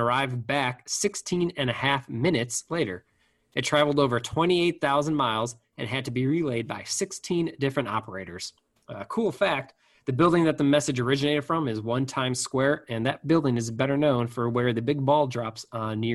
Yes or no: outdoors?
no